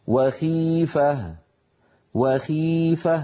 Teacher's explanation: لاحظوا بأن صوت الخاء أيضا ليس فيه تفخيم شديد لأنها مكسورة